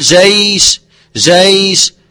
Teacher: فالياء هنا تخرج من وسط اللسان